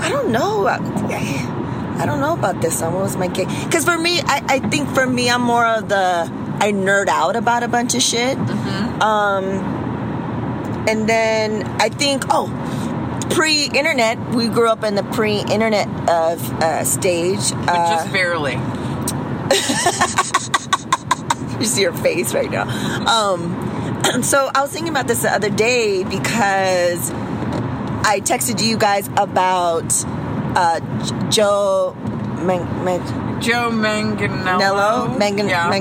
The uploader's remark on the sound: They recorded via iPhone on the road to Coachella Weekend 2.